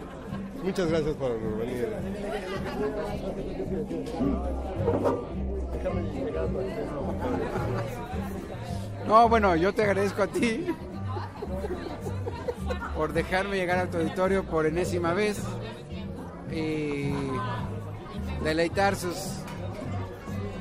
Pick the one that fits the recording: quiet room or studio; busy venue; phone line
busy venue